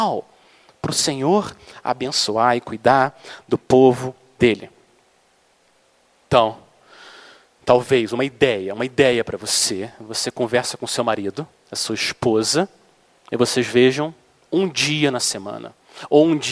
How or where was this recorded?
large echoing room